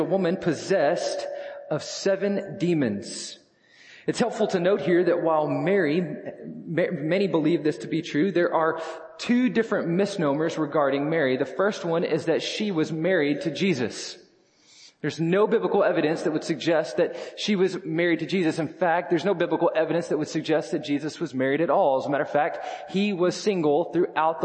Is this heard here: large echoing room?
yes